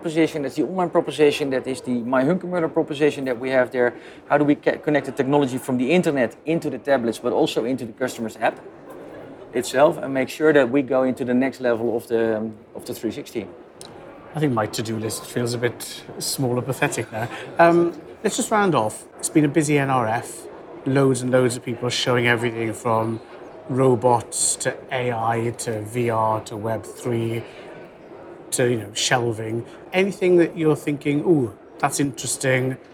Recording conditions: busy venue